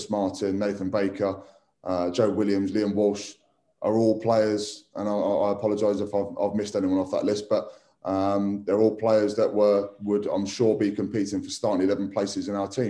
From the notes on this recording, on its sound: virtual press conference